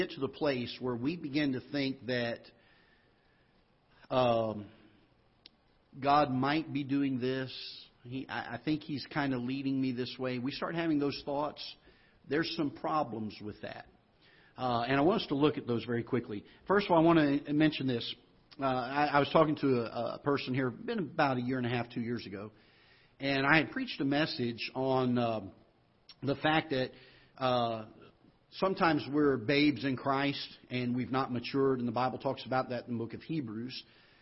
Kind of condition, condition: setting, large echoing room